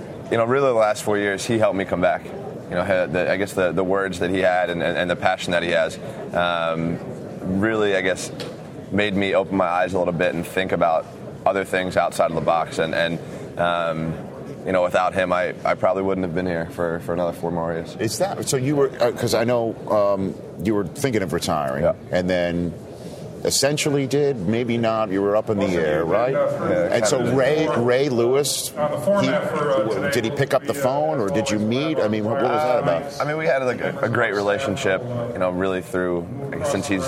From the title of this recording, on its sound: Best of Radio Row at Super Bowl XLVII